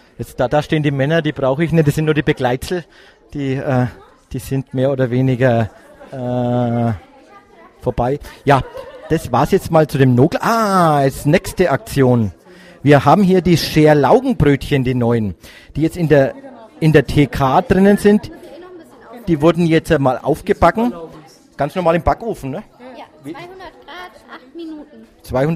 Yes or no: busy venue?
yes